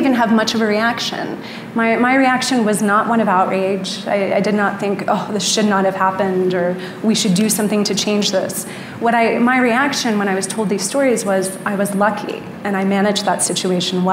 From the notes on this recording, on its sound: Their conversation was held June 28, 2018 at the Aspen Ideas Festival.